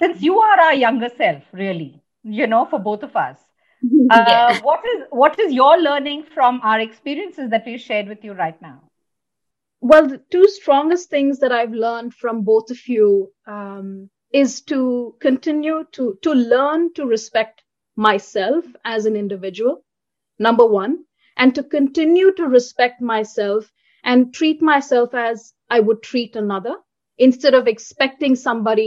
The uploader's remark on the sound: Virtually recorded